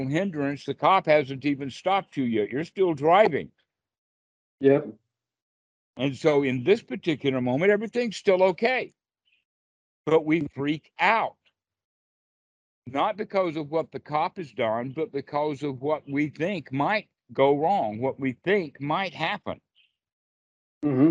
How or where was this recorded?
video call